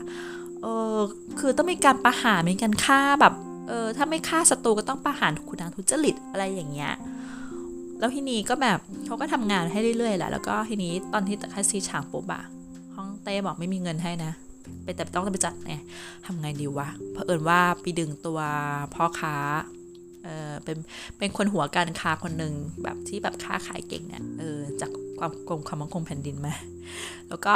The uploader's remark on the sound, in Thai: ขอโทษเรื่องnoiseทั้งหลายด้วยนะคะ ถ้าไม่เปิดเครื่องฟอกอากาศน่าจะเล่าไม่ได้ยาวขนาดนี้. แบ่งอัด3วันเลยพอไหว.